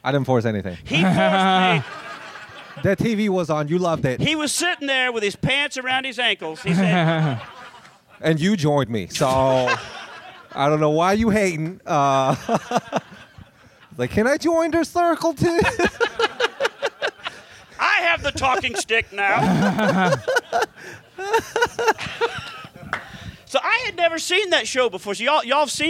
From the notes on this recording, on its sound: Recorded Live at the Loony Bin Comedy Club after the show! It's the very first podcast I've recorded LIVE in front of an audience..